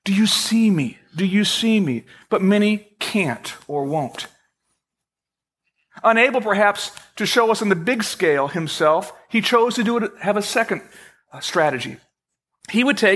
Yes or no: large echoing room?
yes